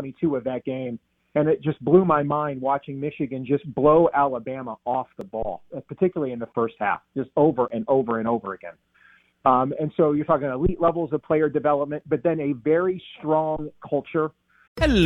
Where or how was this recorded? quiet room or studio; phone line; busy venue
phone line